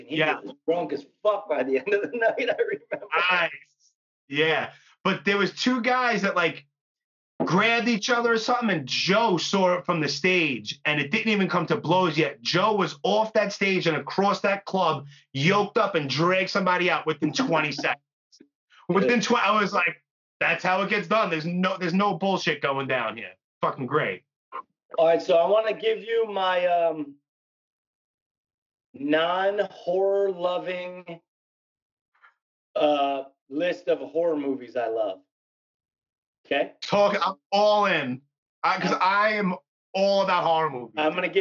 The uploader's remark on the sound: In the meantime, we did an episode via Skype.